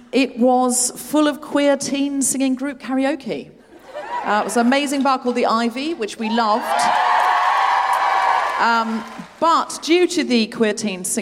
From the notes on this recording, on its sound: Recorded 20 February 2020 at the TSB Arena in Wellington.